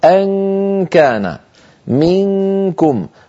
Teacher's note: غنة لكنها غير ما معها تفخيم